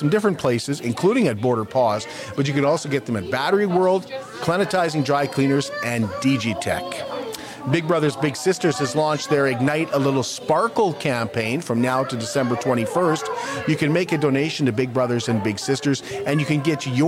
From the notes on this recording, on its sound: Join us as we go live at the Indigenous Makers Market.